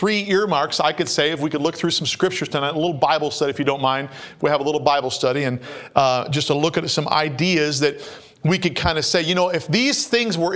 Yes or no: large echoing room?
yes